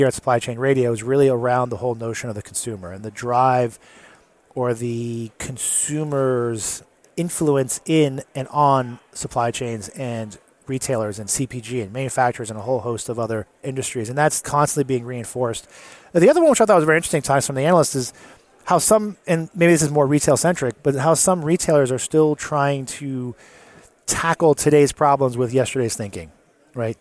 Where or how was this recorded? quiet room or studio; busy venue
busy venue